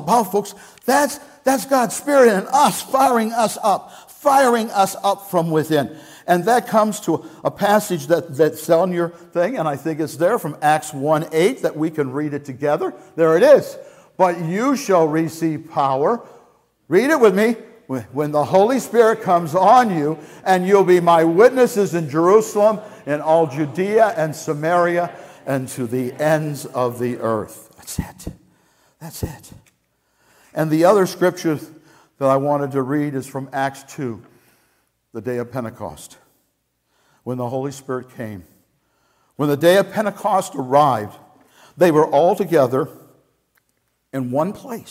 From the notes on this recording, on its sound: Message Preached at Valley Creek Church